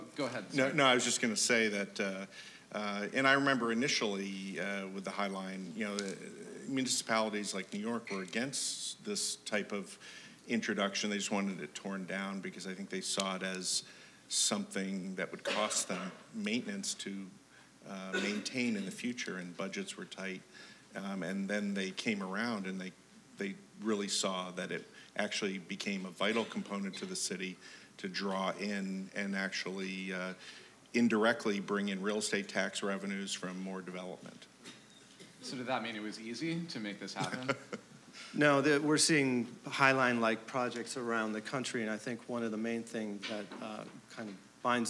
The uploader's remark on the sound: It was recorded on February 4, 2017 before a live audience at New York's 92nd Street Y. Part of the City of Tomorrow: Real Estate, Architecture & Design Summit presented by 92Y and Hundred Stories.